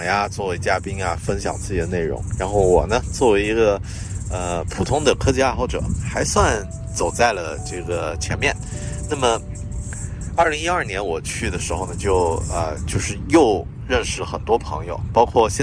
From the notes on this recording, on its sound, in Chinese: 这期在新西兰首都惠灵顿海边码头录制的节目